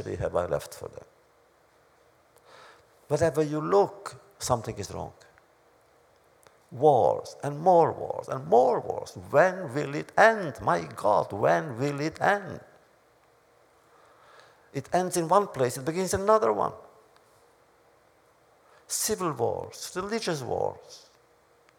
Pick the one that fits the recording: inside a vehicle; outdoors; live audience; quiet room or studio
live audience